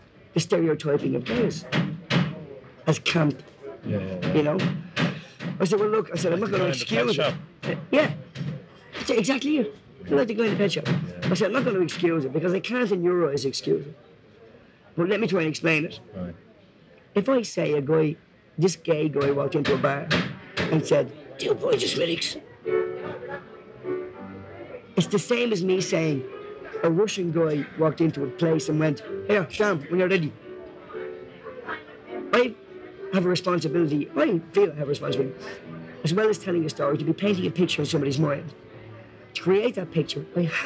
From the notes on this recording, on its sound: Sorry about the sound but the tape s 30 years old and the interview was recorded in a hotel lobby in Dublin.